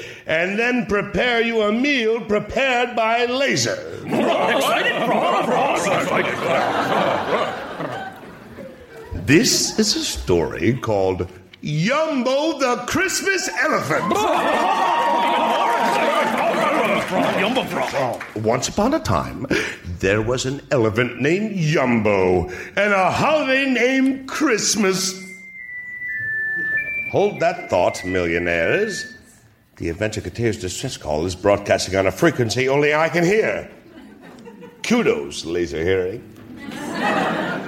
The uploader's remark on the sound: Recorded Live 12/3/2011 at Largo, Los Angeles.